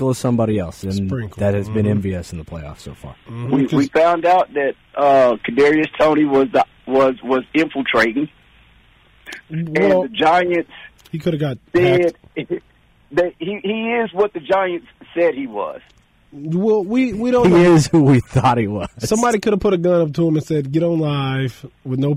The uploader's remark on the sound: joins over the phone